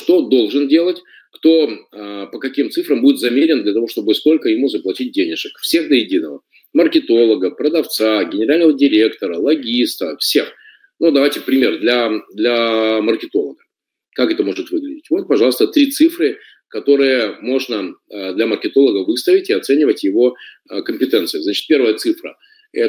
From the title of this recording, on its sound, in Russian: Запись вебинара